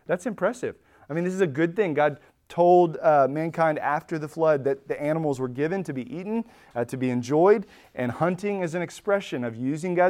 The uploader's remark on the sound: Recorded at Emmaus Church in Buford, GA